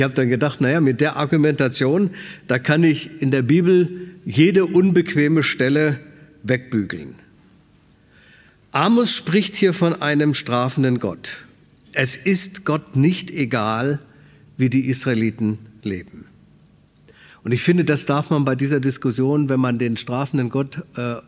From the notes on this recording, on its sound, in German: aus dem Schwarzbrot-Gottesdienst der Missionsberg-Gemeinde